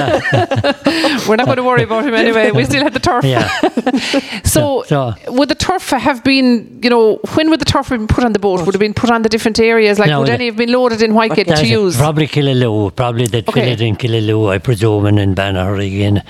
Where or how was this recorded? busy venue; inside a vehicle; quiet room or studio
busy venue